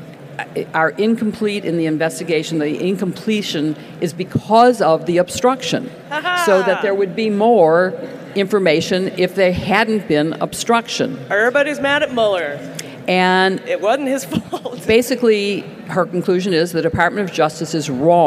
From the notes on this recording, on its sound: This week's episode is from our panel at Politicon in Nashville.